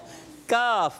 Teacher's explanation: زبان کی جڑ اور تالو کا سخت حصہ، یہ کاف کا مخرج ہے